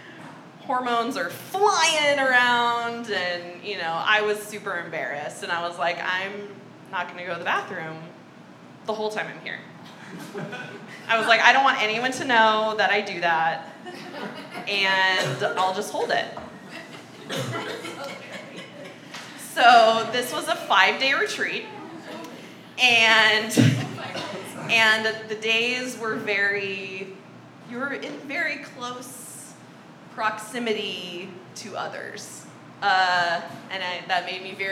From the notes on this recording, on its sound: This live storytelling open mic event took place at Fox Coffeehouse in Long Beach, Calif.